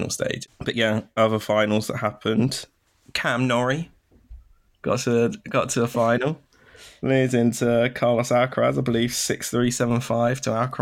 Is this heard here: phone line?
no